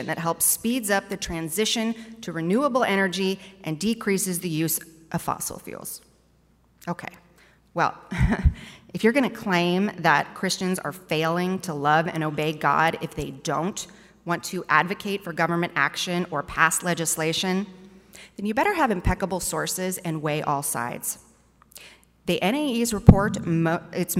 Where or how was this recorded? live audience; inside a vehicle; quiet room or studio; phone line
live audience